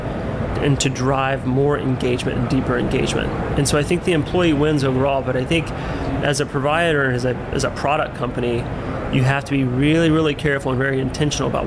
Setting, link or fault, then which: setting, busy venue